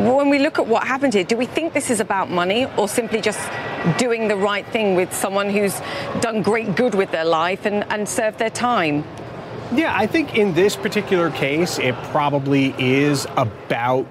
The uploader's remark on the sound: live from the New York Stock Exchange